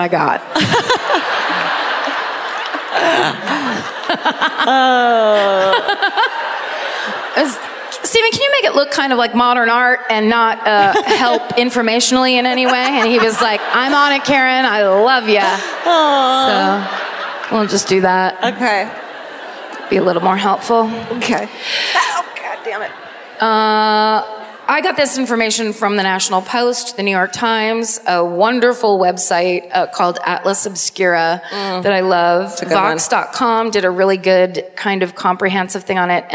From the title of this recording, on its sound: Live at the Queen Elizabeth Theatre in Vancouver